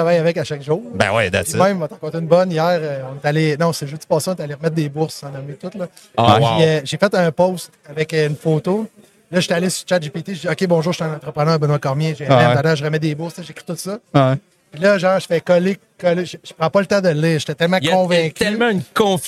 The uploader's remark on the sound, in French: En direct du Transal Saguenay